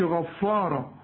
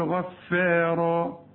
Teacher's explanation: الفه دي قبلها حرف تخين وبعدها حرف تخين وهي في النص رفيعة · Shown in: second take · والالف كمان رفيعة كان غفارا يرسل السماء عليكم مدرارا السماء مدها